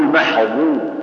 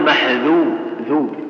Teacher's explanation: تطبق عند الضاف تقول محظور، ولا وتفتح عند الذال فتقول محذور · Term: الإطباق